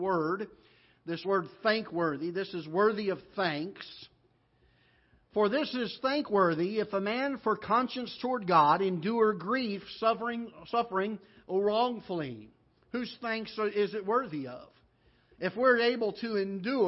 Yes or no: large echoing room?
yes